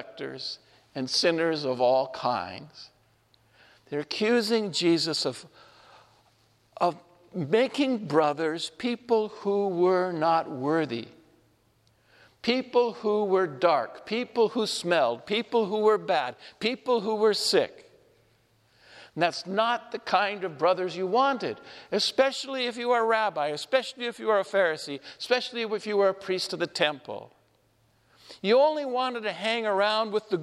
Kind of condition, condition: setting, large echoing room